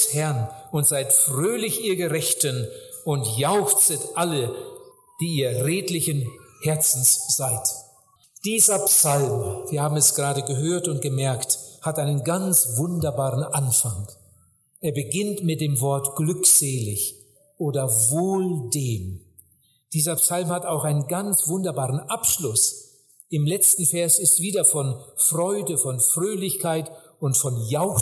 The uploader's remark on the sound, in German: bei einer Evangelisation in Mexiko im Jahre 2013 gehalten